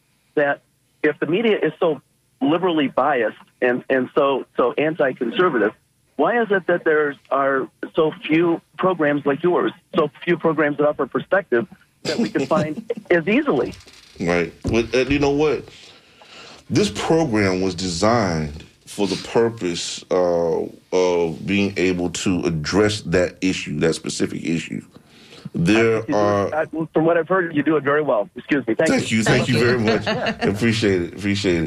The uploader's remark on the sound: unique magazine format call-in show